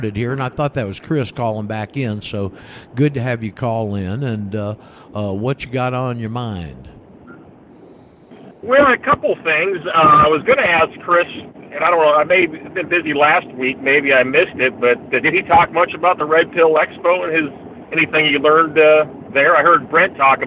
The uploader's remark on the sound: Had some problems with Skype, I think, today and our ability to take callers. Skype to Skype calls could get through however so we had a good group.